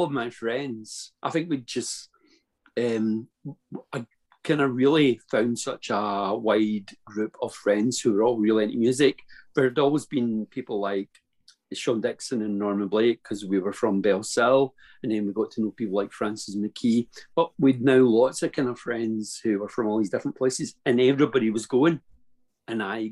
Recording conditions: video call